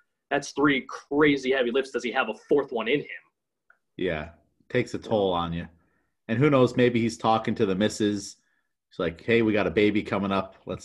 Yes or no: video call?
yes